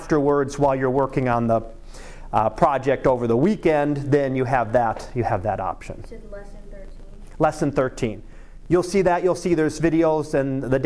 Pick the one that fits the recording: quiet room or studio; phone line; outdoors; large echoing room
large echoing room